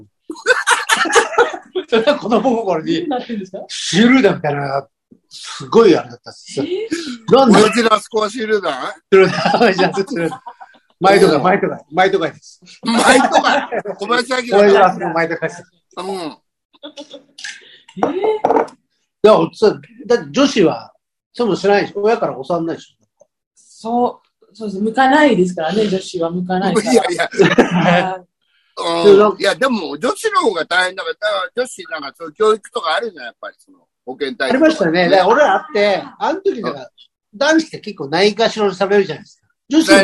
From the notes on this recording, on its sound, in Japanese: ZOOMで収録